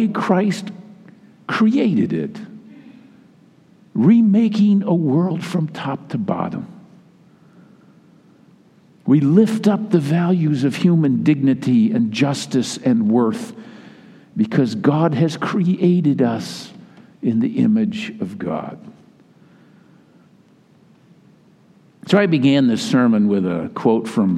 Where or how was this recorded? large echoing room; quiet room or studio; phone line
large echoing room